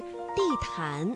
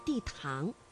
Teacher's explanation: 安呢是前鼻韵母，气流呢是从鼻子前方出来的 · Shown in: first take